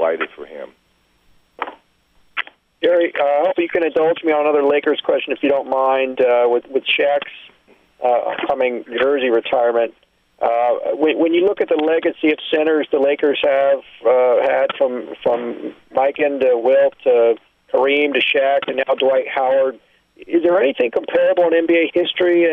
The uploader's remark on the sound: Conference Call (3/21/13)